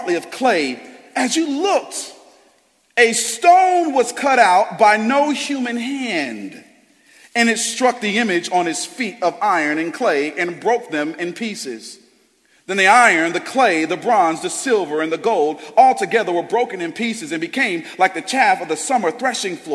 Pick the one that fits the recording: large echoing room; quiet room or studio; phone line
large echoing room